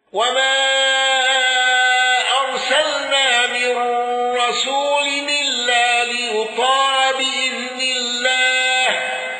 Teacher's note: قالون بتوسط المنفصل مع الغنة.